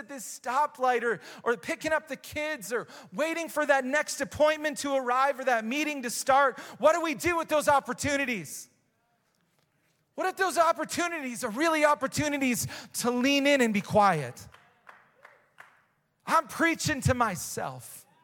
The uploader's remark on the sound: Recorded live at Hope Church in Springfield Mo.